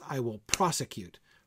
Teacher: Pros is where the rhythm of the line leads you to lay the stress